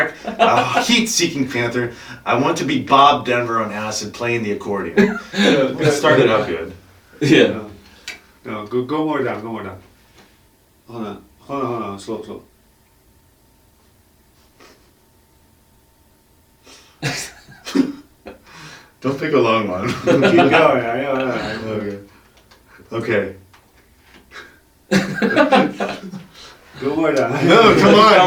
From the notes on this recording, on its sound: Very sorry about the audio.